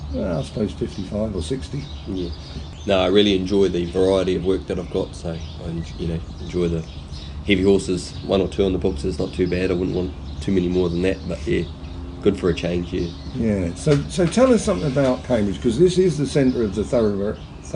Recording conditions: outdoors